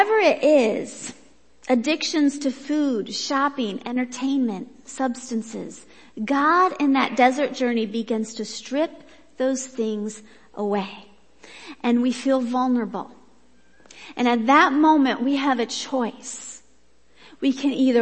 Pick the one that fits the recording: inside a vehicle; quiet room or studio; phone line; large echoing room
large echoing room